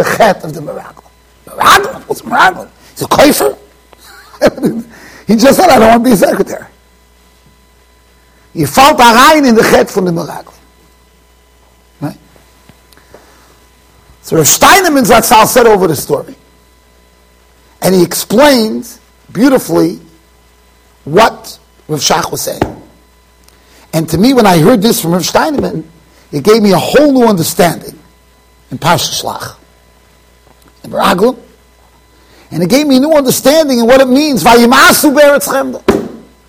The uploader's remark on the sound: Shiur recorded in Yeshivas Ohr Reuven, Monsey NY.